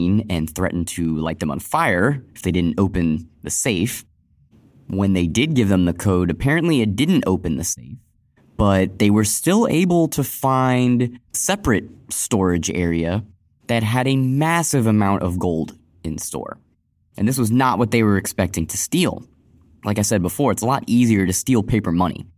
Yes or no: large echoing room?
no